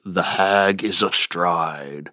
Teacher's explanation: The beats fall on the syllables hag and stride, which, of course, are the meaning-bearing sounds of the line.